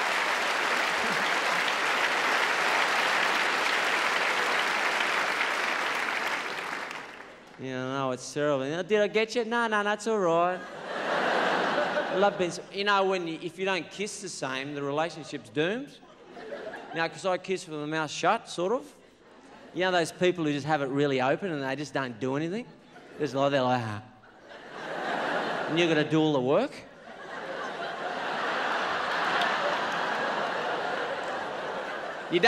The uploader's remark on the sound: 2000 Melbourne International Comedy Festival Gala